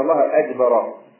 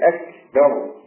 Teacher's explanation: فتخرج جيما يعني كان الله اجبر واضح لا هي اكبر و الباء مرققه والراء مفخمه · Shown in: second take